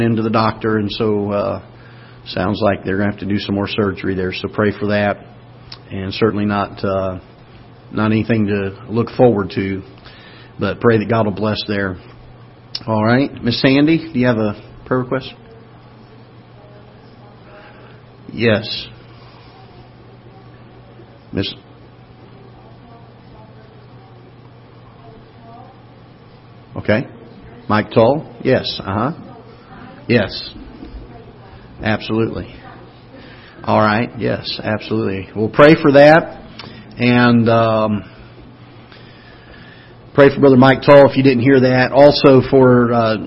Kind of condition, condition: setting, large echoing room